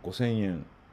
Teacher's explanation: 5000の語尾の N と円の語尾の N 両方とも NG で言っています